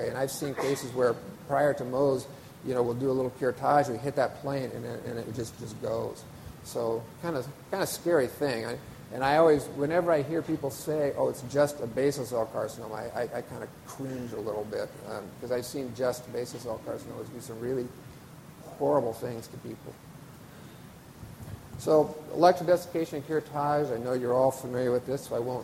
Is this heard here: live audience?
yes